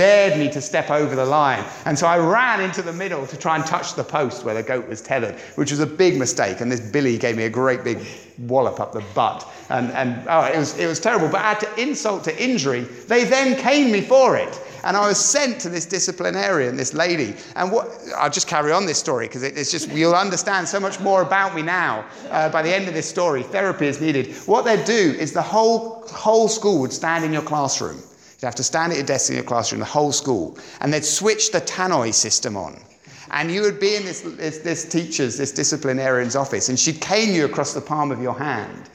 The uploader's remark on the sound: on Sunday 23rd April 2017 at Sandon Road Baptist Church.